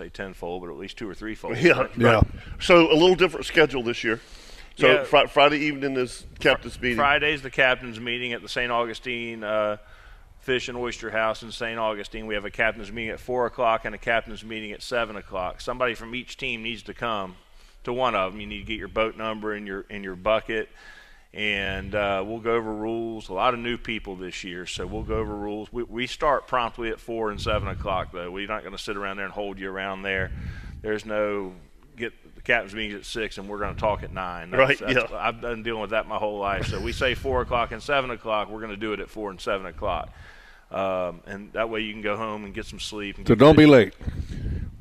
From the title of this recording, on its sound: LIVE! from Atlantic Coast Marine